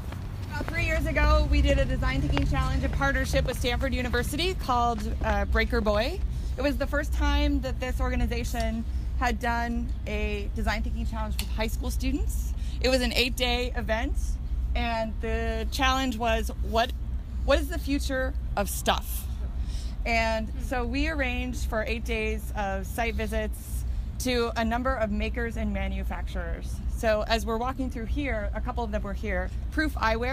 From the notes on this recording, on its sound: take you on a walking tour of downtown Boise